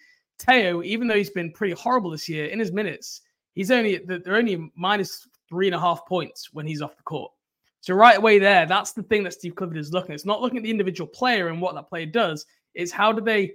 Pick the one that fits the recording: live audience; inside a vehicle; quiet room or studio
quiet room or studio